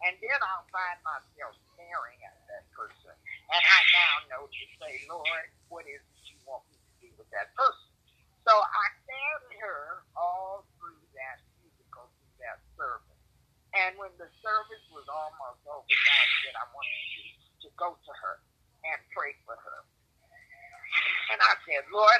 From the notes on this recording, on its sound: Conference call service